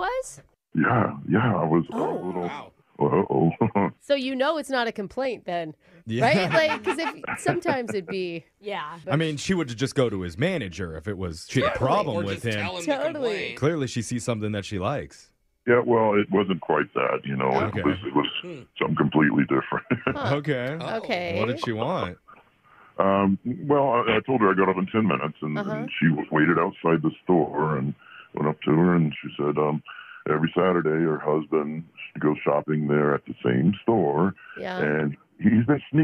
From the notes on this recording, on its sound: That stranger is on the phone right now ready to spill the beans!